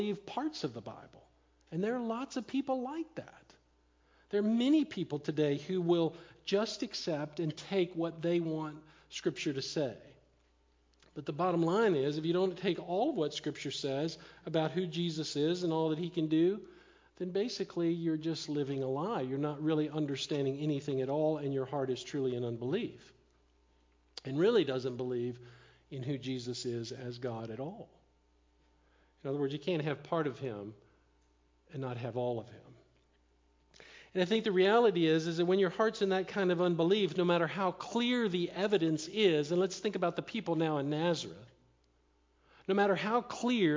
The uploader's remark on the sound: Live Sermon Stream